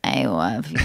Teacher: what's that called when it crackles a little bit? It's called vocal fry, right?